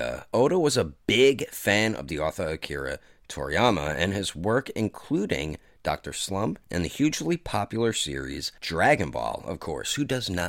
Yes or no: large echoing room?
no